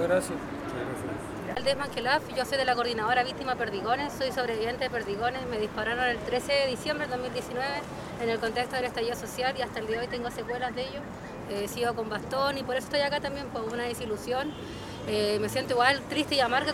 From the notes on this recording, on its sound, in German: Este son las entrevistas originales que grabamos el día 5 de septiembre 2022, el día después del rechazo de la propuesta por una nueva constitución, en la plaza dignidad en Santiago de Chile. Originalaufnahmen der Stimmen von der Plaza Dignidad in Santiago de Chile.